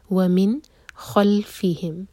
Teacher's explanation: نون پر ہے سکون تو نون پر اظہار، نون کو واضح پڑھیں گے. ومن خلفہم، خواہوی اور فی ایک حرکہ اور پھر ہم.